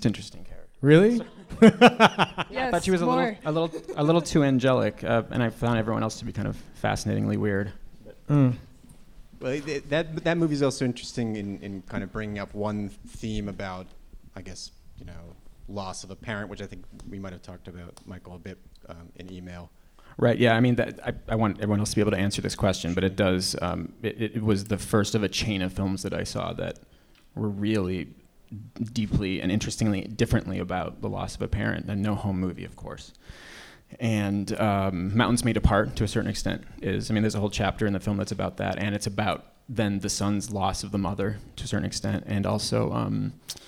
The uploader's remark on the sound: A New York Film Festival Live talk, recorded October 9th